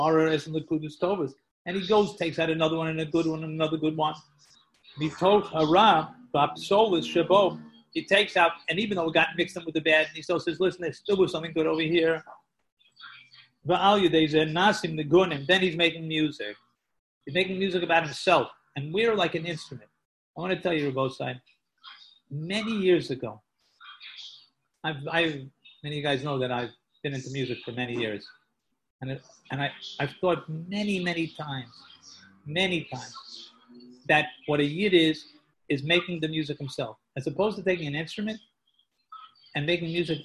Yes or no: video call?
yes